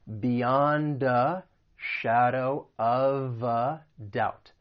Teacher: keep in mind that the article is just going to be pronounced as the schwa sound.